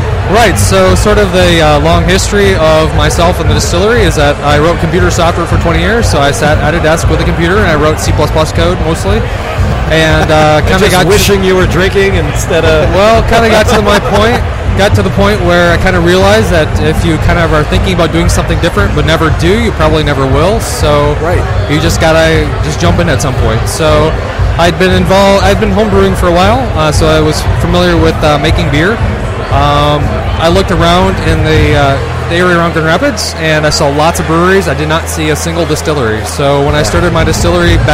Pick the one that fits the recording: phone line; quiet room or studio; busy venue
busy venue